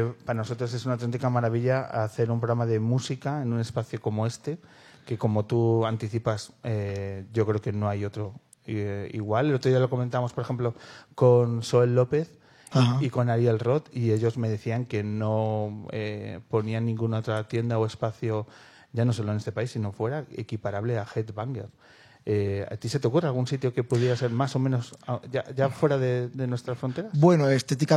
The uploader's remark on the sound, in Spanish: grabamos desde nuestro rincón particular de Malasaña, la tienda Headbanger Rare Guitars